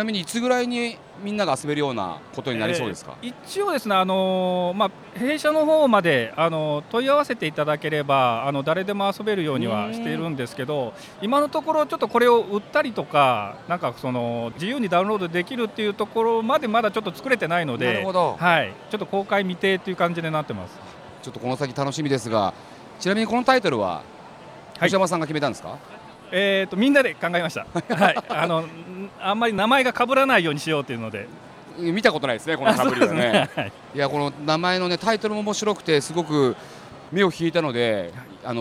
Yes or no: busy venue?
yes